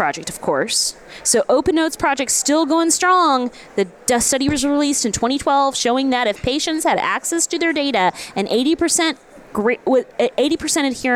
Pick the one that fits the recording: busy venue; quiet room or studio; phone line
busy venue